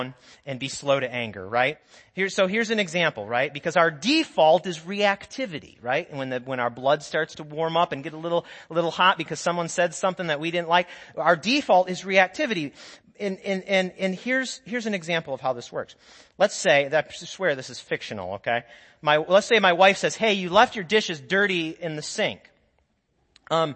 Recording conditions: large echoing room